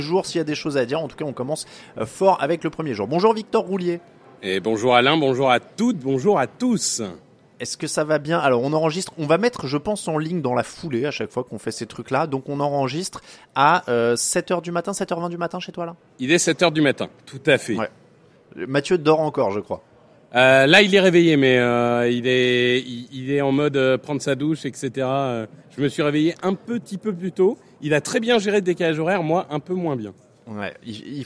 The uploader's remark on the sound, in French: Live au Super Bowl LVIII